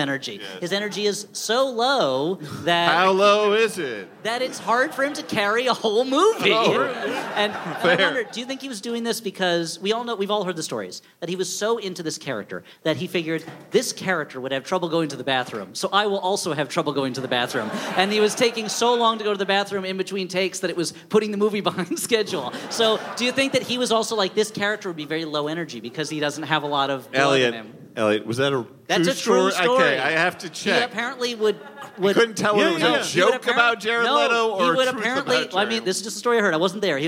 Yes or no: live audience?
yes